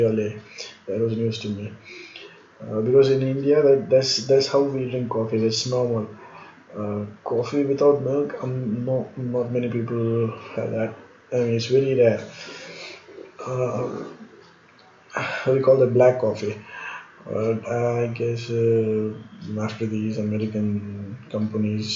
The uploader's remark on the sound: Need to improve on the audio and the clarity.